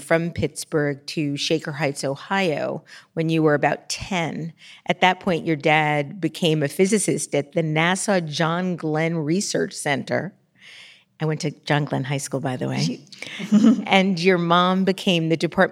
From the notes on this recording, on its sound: joins a live audience